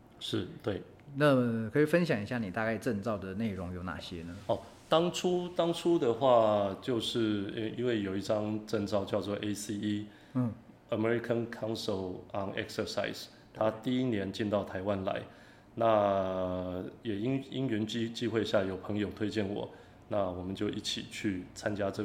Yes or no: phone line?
no